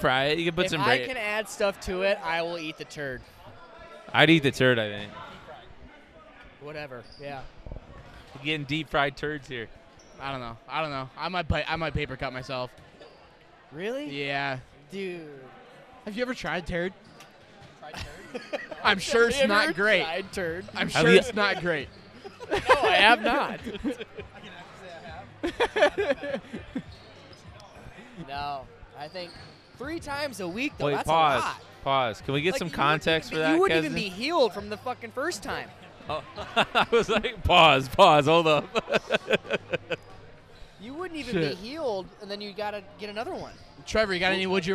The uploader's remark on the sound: Live from the Lush Mob 3 on 3